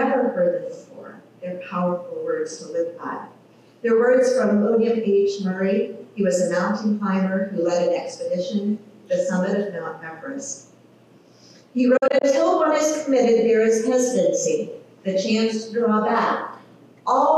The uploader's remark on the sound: Technical issues with audio.